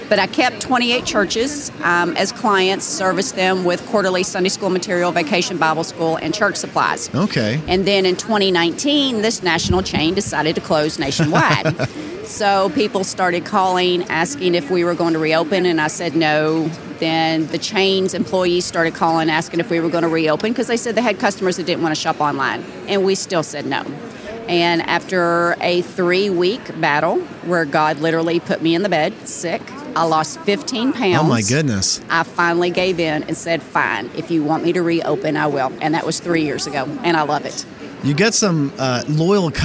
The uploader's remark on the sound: I recently had the privilege to sit down with her at the Christian Product Expo in Lexington, Kentucky.